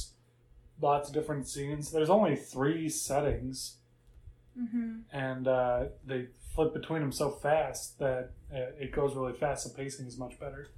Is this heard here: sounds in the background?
yes